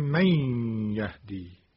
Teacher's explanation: همین حروفی که کلمه یرملون رو تشکیل دادن، یا، را، میم، لام، واو، نون. یعنی نون ساکنه خونده نمیشه و به جای اون حرف مذکور، حرفی که جزو حروف یرملون هست، مشدد ادا می شود · Term: ادغام نون ساکنه